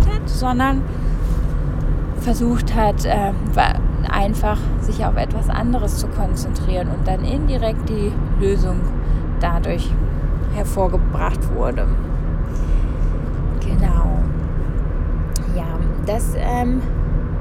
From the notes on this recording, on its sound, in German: Diese Folge wurde im Auto aufgezeichnet und kann deshalb etwas schlechter in der Qualität sein.